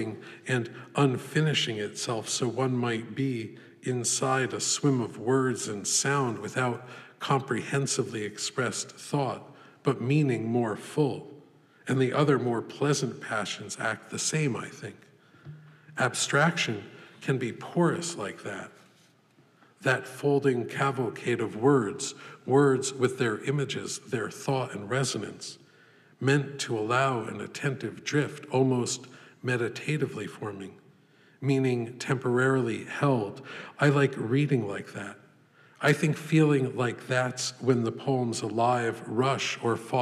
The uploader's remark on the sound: This lecture was given May 22, 2014, at the Poetry Foundation.